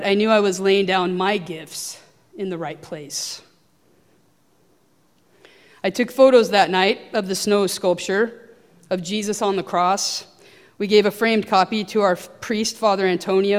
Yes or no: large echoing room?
yes